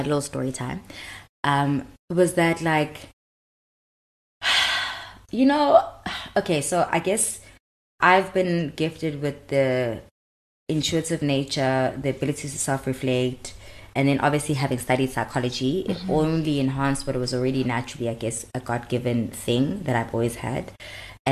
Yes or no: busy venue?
no